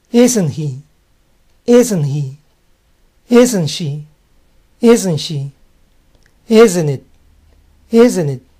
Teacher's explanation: la T se deja de pronunciar, pues a isn't le sigue una palabra